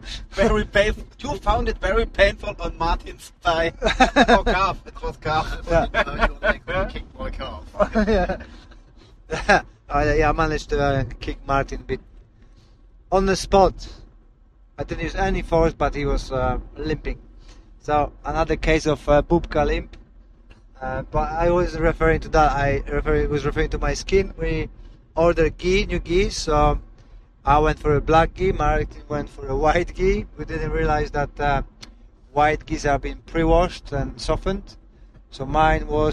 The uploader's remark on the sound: Finland Car Chat. Apologies for background noise, we had conversations during our long drive from Vaasa to Helsinki after amazing time in Finland.